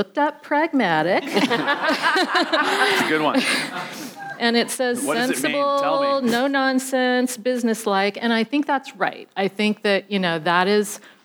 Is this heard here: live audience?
yes